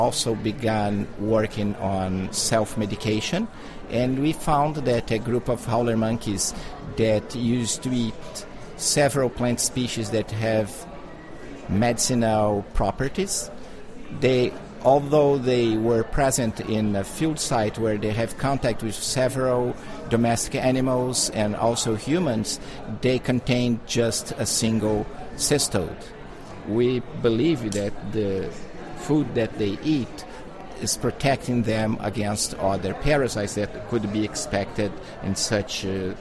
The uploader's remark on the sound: Conversations about Health and Conservation from the 25th Congress of the International Primatological Society in Hanoi, Vietnam. The theme of this year's congress , which was held at the Melia Hotel in Hanoi, Vietnam. The PrimateCast On Location at IPS 2014.